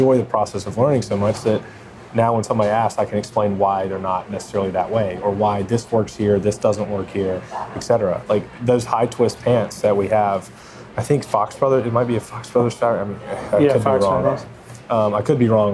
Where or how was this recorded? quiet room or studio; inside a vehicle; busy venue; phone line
busy venue